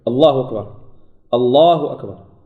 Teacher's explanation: اللام فيها حركتان، اللام فيها حركتان، لا بد من المد في اللام